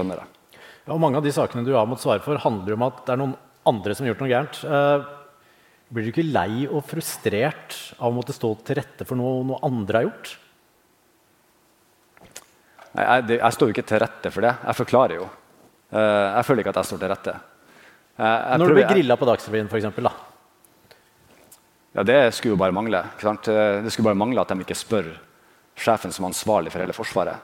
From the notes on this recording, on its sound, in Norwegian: Under Forsvarets lederkonferanse Modig Ledelse spilte vi i Forsvarspodden inn to episoder med publikum i salen.